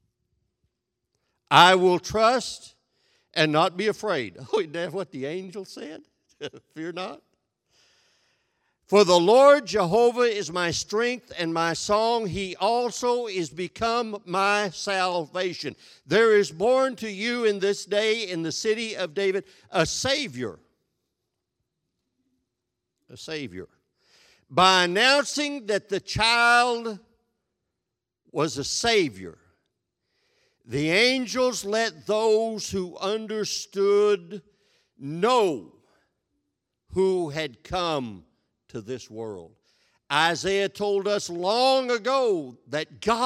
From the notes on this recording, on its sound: This sermon was recorded live on December 19th, 2021, at Newark United Pentecostal Church.